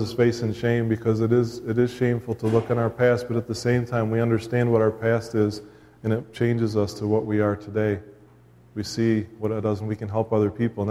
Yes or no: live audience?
yes